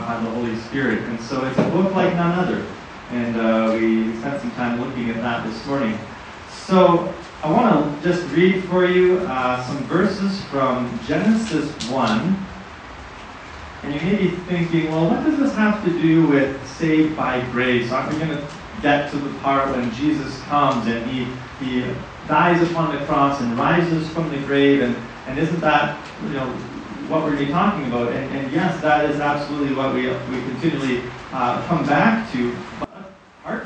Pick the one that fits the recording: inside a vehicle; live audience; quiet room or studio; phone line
live audience